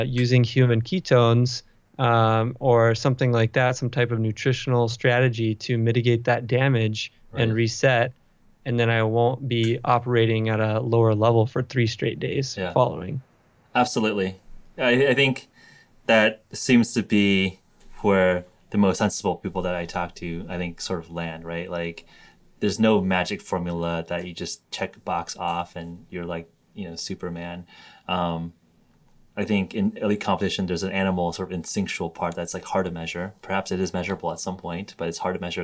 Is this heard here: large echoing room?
no